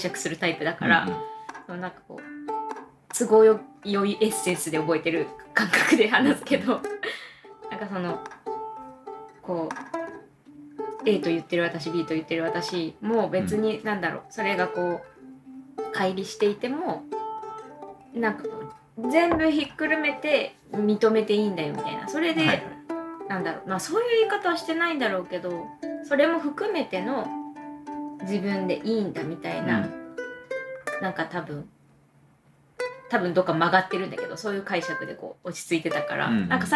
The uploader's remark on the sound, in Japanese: サラダうどん食べながら、ずぞぞっ音もかき混ぜ音も気にせずに、平常運転で収録です。